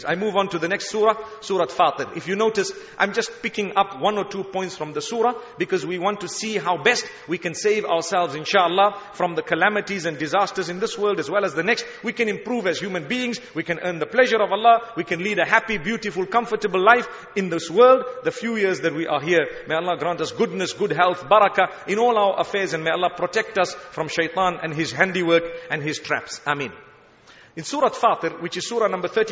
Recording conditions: large echoing room